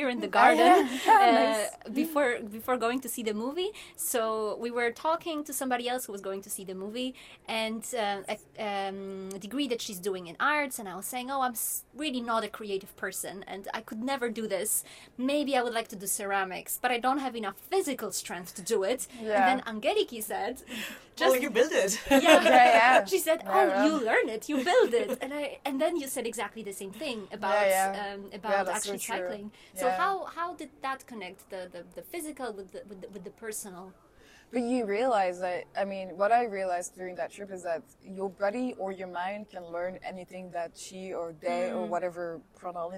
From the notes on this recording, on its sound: We record our conversation during a feminist festival in Brussels, at which we are joined by a cat.